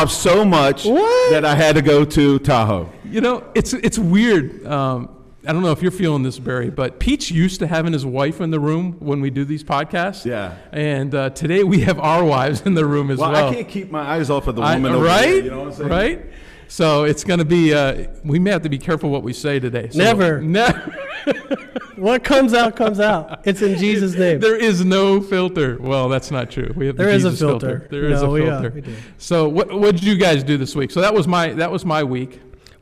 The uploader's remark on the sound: filmed live at Compass Community Church